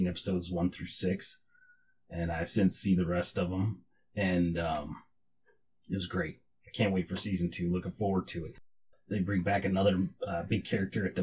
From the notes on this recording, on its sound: Still having MIC issues. Neewer NW-700 Condenser Microphone and NW-35 Adjustable Arm. Neewer 1 - Channel 48V Phantom Power Supply. Sabrent USB External Stereo Sound Adapter.